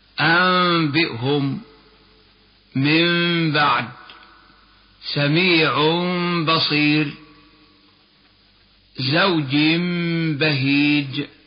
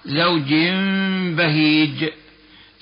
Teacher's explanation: قلب النون الساكنة أو التنوين ميما في النطق دون الكتابة، ثم إخفاؤها إخفاء شفويا · Term: الإقلاب